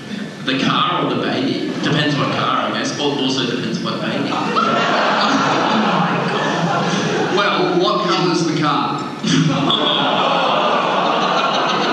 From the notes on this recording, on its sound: LIVE ON STAGE. Please enjoy this incredibly fucked up live show.